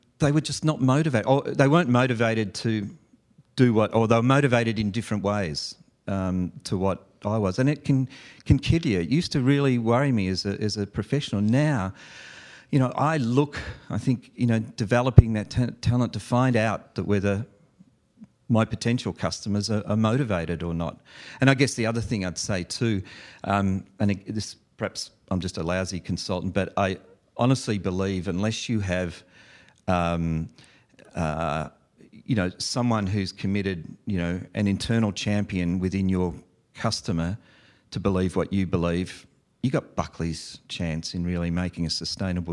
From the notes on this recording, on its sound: live event coverage of the VeraSage Symposium